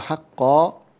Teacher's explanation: تبقى الألف مفخمة تبعا للقاف قبلها، حقا لا تقل حقا وكأنك ترقق الألف بعد القاف.